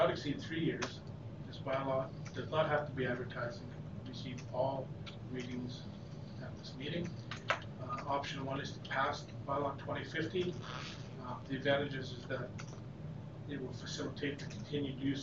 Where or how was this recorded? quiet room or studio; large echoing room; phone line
large echoing room